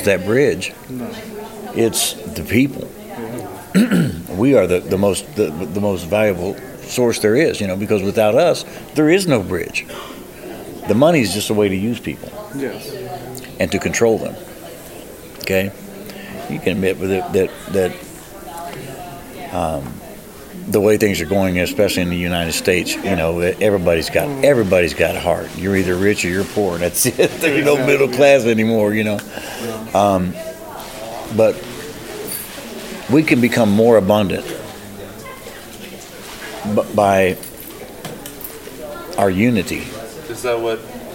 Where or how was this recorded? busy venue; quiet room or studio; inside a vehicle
busy venue